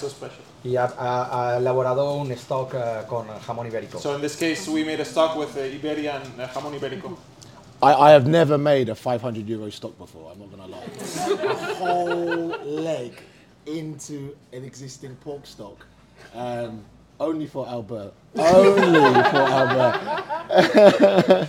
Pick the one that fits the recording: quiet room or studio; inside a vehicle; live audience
live audience